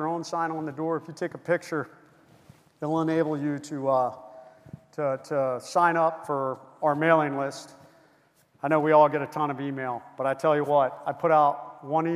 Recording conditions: live audience